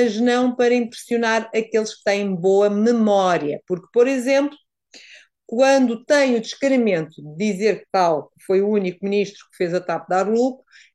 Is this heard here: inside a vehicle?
no